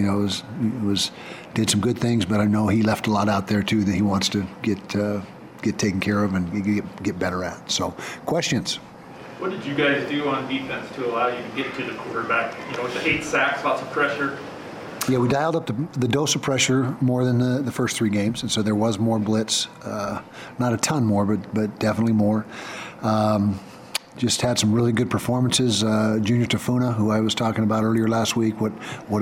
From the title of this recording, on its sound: Postgame Press Conference